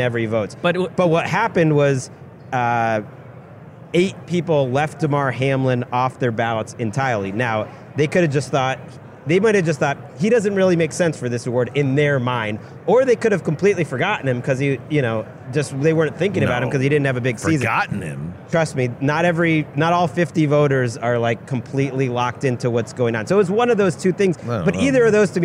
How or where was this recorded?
busy venue